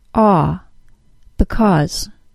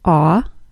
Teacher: If I want to give it extra emphasis, though, I can. To stress because, the second syllable is pronounced with the AW sound